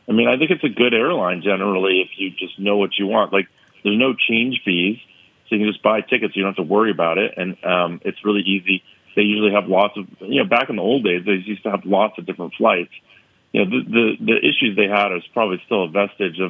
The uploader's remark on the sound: phone in with their picks